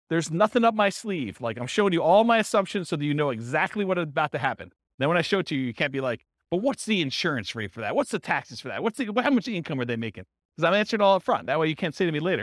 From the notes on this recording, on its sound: This was a live class recorded